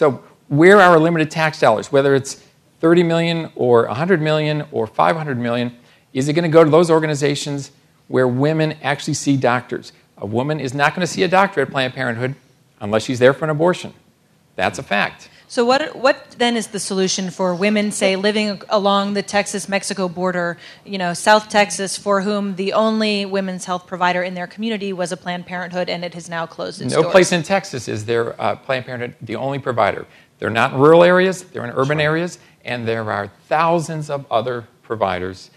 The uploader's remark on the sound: panel at The Texas Tribune Festival